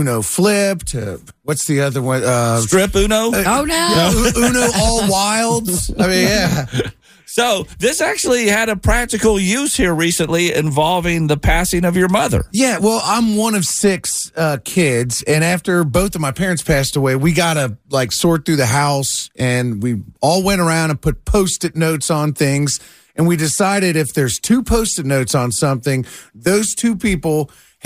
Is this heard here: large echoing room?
no